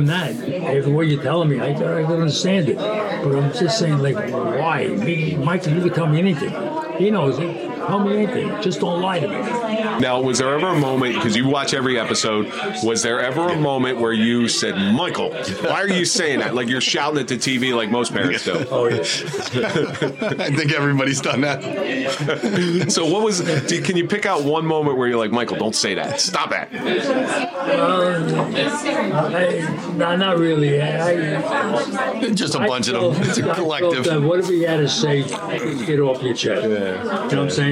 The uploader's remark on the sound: Live at the Grande Saloon.